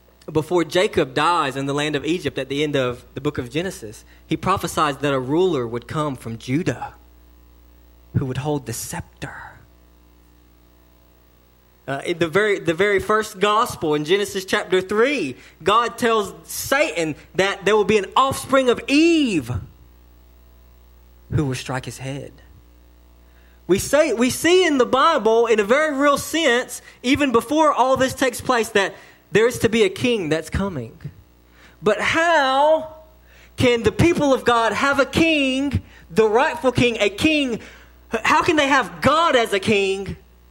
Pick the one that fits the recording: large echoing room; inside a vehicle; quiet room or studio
large echoing room